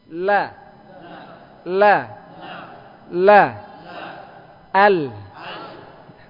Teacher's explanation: makhrajnya tepi lidah, bagian depan, dengan gusi atas. Ya, boleh antum menggunakan seluruh tepi lidah, seluruh tepi lidah bagian atas dari sini ke sini. · Term: Lam